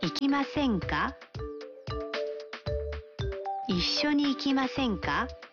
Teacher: Sentensi hiyo imeundwa kwa kubadili mas ya kitenzi cha umbo la mas na kuwa masen. Kisha kuongeza ka mwishoni na kupandisha kiimbo.